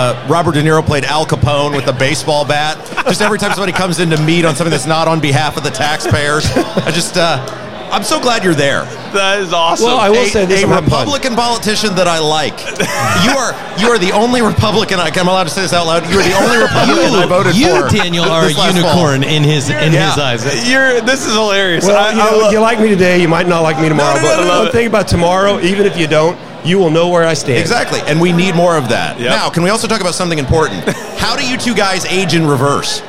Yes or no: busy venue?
yes